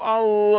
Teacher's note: في هزة في الأوتار الصوتية، في انحباس، يبقى هنا من صفاتها الجهر